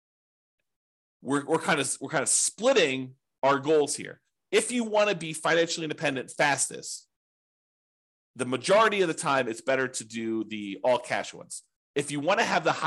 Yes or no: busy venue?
no